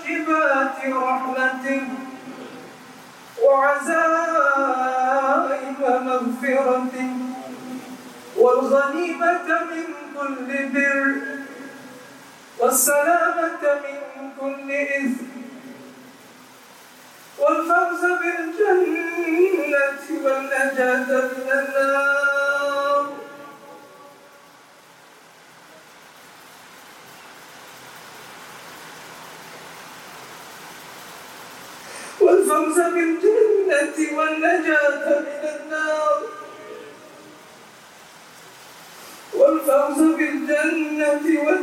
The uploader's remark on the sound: Recorded with the courtesy of Masjid Pusara Aman, Singapore.